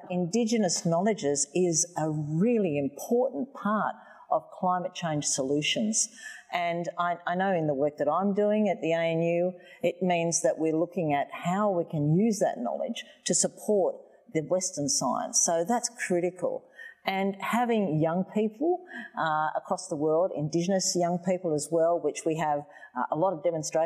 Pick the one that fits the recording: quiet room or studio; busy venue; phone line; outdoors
busy venue